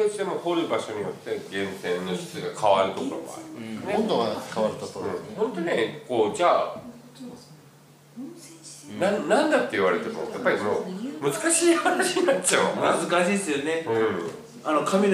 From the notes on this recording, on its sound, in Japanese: 観客3名をお迎えしてしゃべっております